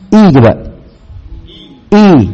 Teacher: Dengan ke, itu ada penyimpangan suara. Suaranya i jadi e